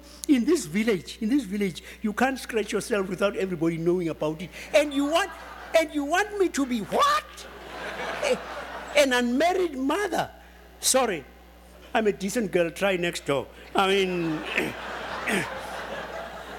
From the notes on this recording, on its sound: This podcast was recorded at the Academy of Achievement's 2007 Summit in Washington, D.C.